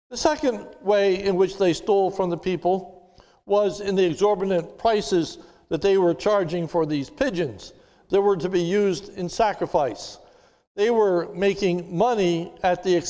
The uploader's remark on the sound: This is a sermon recorded live on Palm Sunday, 03/28/2021 at the Lebanon Bible Fellowship Church in Lebanon, PA during the morning servicwe